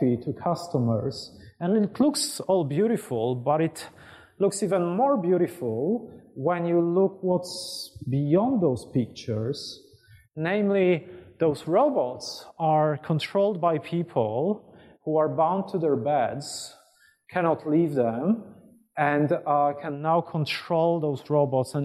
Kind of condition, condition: setting, large echoing room